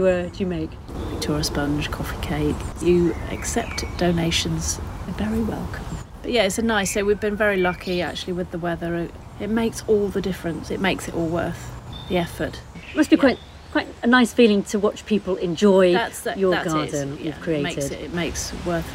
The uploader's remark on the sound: On a hot summer's evening. Record this episode of Growing Together in a private garden in Hampshire.